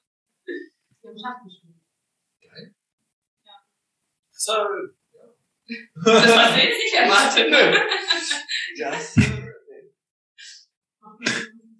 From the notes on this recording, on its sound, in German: Für uns war es die erste Live-Aufnahme, daher gab es einige Punkte beim abmischen die fehlerbehaftet sind